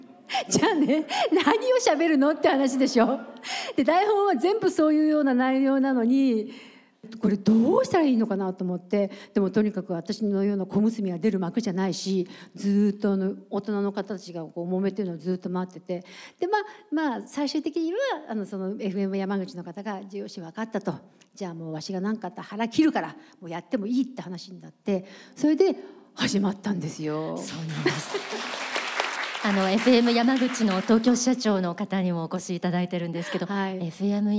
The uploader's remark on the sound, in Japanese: 30周年記念公開録音。In横浜正心館。横浜正心館にて、公開録音を行いました。イベント会場で募集した「愛」のエピソードを紹介しています。